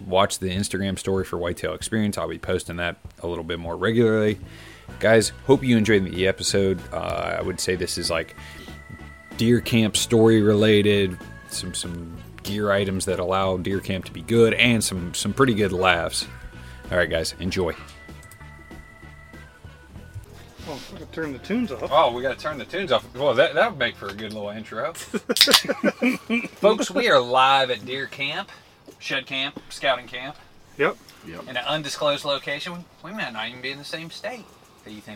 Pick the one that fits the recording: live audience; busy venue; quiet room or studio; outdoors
outdoors